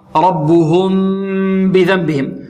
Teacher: ربهم الراء ماذا؟ مفخمة لأنها مفتوحة والباء مرققة